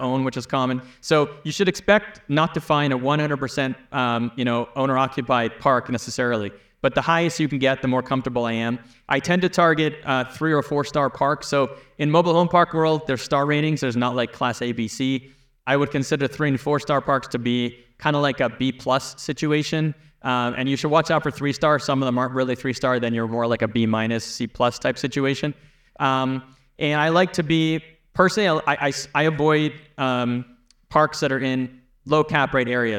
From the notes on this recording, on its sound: Keynote Address from the Left Field 2023 Meetup. The audience comes in hot with burning questions.